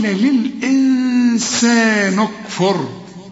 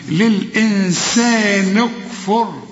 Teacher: والنون هنا لازم تكون مكسوره علشان الكف ساكنه، فلازم نكسر النون